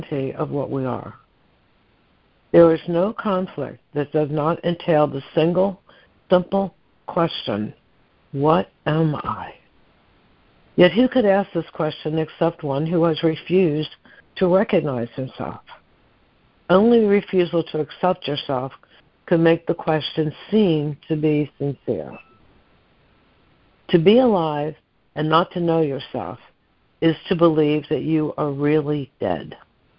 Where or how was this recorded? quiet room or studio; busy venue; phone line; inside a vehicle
phone line